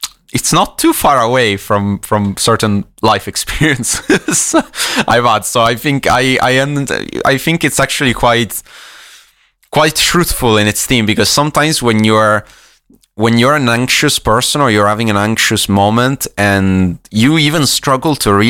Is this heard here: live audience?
no